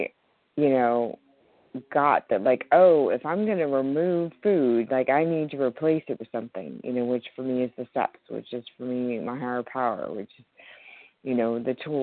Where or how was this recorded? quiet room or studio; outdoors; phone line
phone line